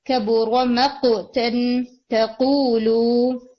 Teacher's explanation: قوف کا ہیڈ اور اسٹرانگ بھی ہوگا اور قلقلہ بھی اس کے اوپر اسٹرانگ ہوگا